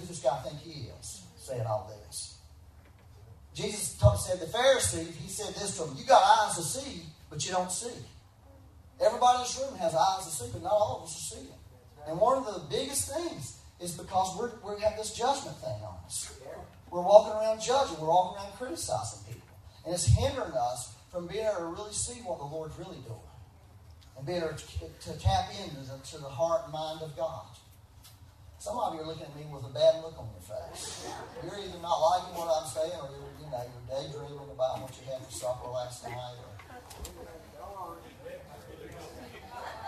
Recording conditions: poor sound quality